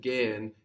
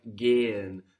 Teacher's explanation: And rather than gehen, it's more like gehen. The E a little bit further back. · Shown in: second take